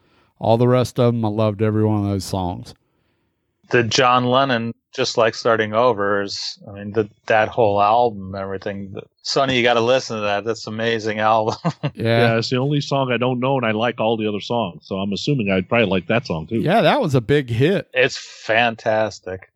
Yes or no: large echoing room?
no